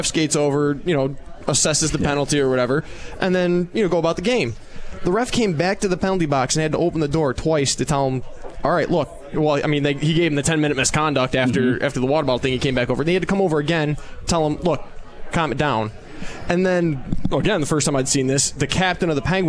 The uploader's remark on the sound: Live from Swifty’s